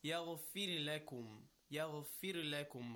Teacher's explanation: Ra over here is no longer tafkhim. The ghain is, yes, but not the ra. Why? Ra is sakin, and before that ra, we have a kasra.